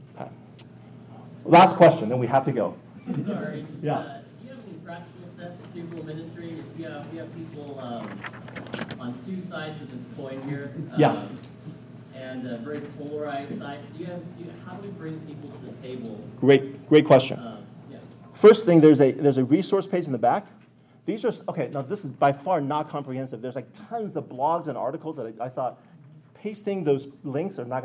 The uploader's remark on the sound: This audio comes from the FLD Spring leadership conference in April of 2022.